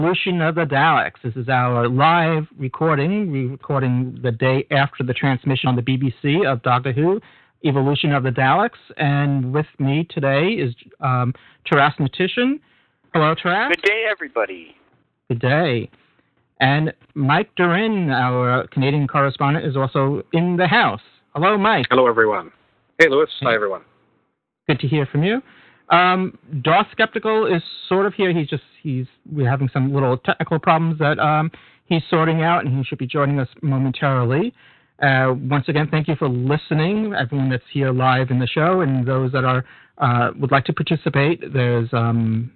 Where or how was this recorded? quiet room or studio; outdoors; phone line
phone line